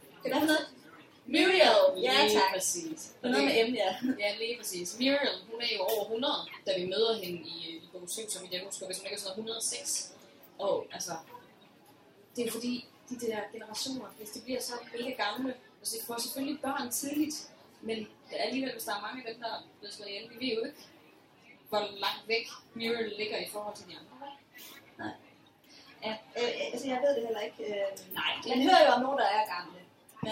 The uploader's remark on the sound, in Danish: Det Første Liveshow fra Harry Potter Festival i Odense